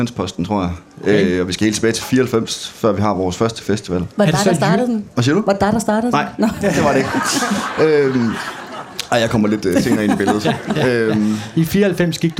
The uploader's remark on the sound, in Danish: Live fra Kulturmødet på Mors